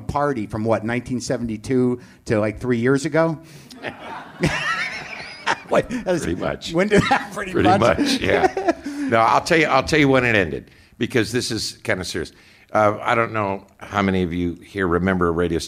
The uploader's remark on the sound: Recorded in front of a live audience at the LA Podfest.